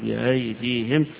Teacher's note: كذلك إذا وقف عليها حمزة غير يبقى يسهل فيها أو يحقق، الجمهور يحققون بأيديهم، عند حمزة يقف عليها بالتسهيل ويقول بأيديهم، يعني بتحويل الهمزة هنا إلى بين الهمزة وبين الألف، بين الاثنين فيها تسهيل، يعني كان ينطقها من آخر الحلق يخرج بأيديهم.